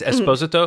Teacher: It's basically just the emphasis is on the second syllable, not the third.